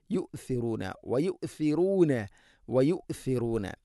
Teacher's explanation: സ ഉച്ചരിക്കുമ്പോഴും നാവിൻ്റെ അറ്റം അല്പം പുറത്തോട്ട്, മുൻപല്ലുകളുടെ ഇരുനിരകൾക്കിടയിലൂടെ അല്പം പുറത്തോട്ട്, ദാലിനേക്കാൾ കൂടുതൽ വരണം.